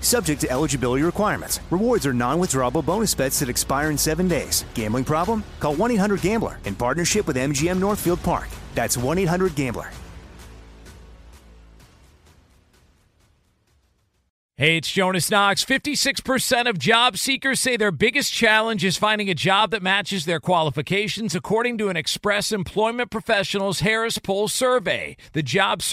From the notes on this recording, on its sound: live from Rams Training Camp in Irvine, CA!